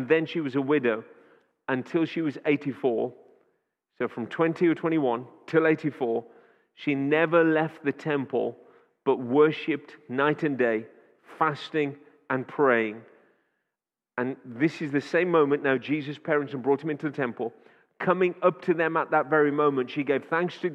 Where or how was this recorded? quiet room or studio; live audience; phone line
live audience